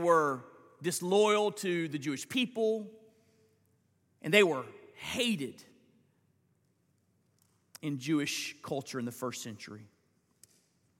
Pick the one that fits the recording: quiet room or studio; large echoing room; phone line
large echoing room